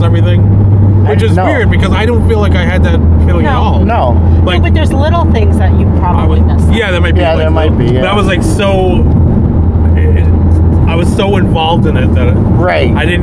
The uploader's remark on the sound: On the ride home, the trio recorded their post movie conversation.